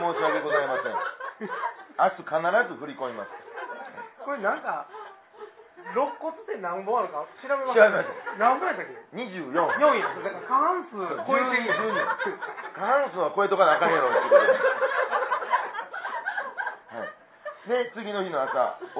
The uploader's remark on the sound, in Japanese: ツギハギ荘にて開催された公開収録分の前半のその１となります。